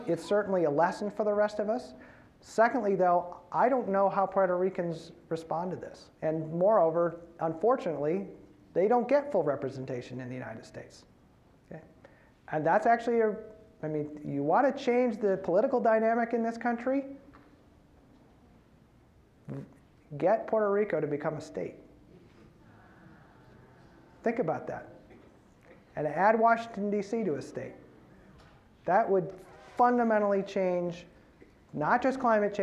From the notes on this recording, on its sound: As part of the University of Washington Graduate School program BUNK: The Information Series on October 30 at UW’s Kane Hall.